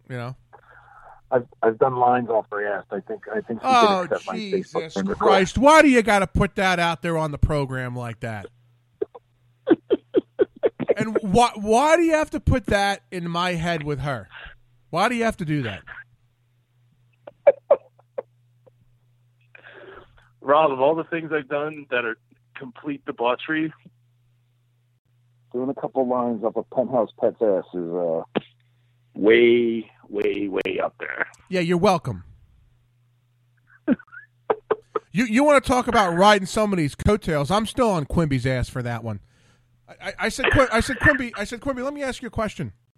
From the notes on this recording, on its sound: He had some down time while he was in port to call in from California.